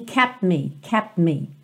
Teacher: Também você não ouve kept me, e sim kept me, kept me. Como ele já está no P com o lábio fechado, é como se não valesse muito a pena ir pro T para voltar pro M